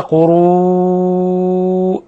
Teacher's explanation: مد متصل، مد متصل، يمد من 4 إلى 5 حركات